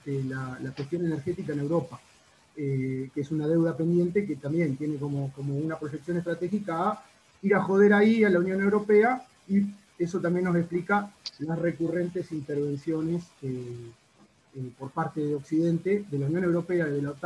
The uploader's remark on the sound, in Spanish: Estamos trabajando en mejorar el audio pero dada la premura de las circunstancias, decidimos subirlo así, en crudo, punky, cloaquero, artesanal.